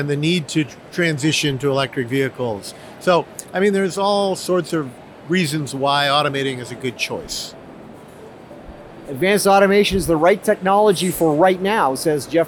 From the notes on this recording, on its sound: at Automate 2023 in Detroit